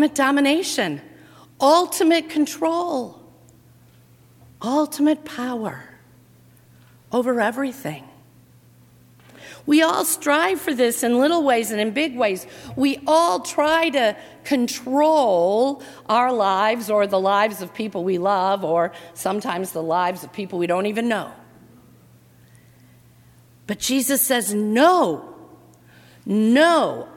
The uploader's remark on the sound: during the 7:00 PM Ash Wednesday service on Sunday March 6, 2019, at First Presbyterian Church of Arlington Heights, Illinois.